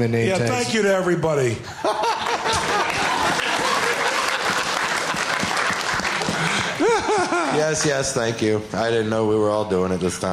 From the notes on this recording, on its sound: Live from the Traverse City Film Festival